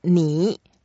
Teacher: when I say 你, one word, that's very, very strict. So I have to be go down, then up. But when I add 好 behind 你, I actually soften the first 你. · Term: third tones